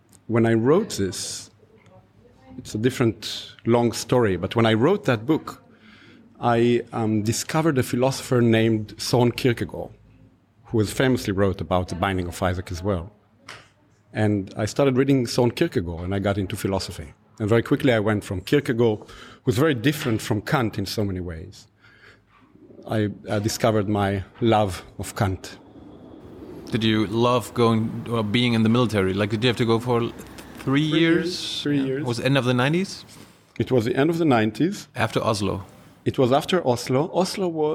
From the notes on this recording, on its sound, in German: in der Berliner Buchhandlung "ocelot" (Brunnenstraße) aufgezeichnet